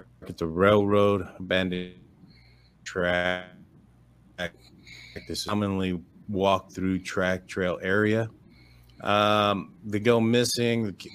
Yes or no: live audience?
no